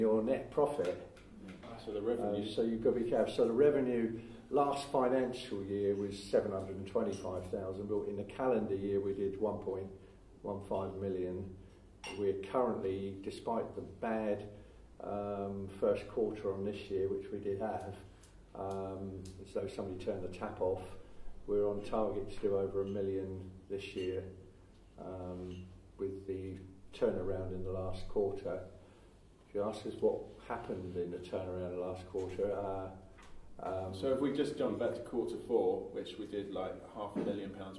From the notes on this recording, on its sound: This interview is taken from the live recording of a recent Success Mastermind event in the UK. Because it was recorded at a live event, there are a few spots missing due to the audio quality not being ideal.